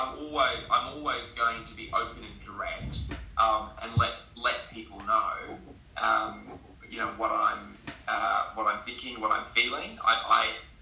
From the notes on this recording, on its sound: I have reedited the Interview. Please excuse the audio, I have remastered it as best I can but this was one of my first interviews where I was only just learning the best way to record what was said.